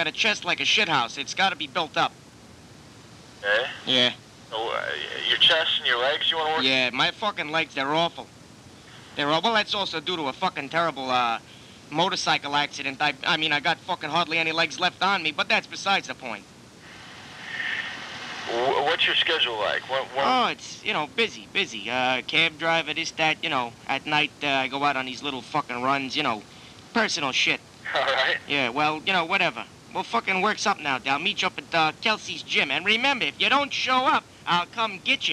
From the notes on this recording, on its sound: Prank Phone Calls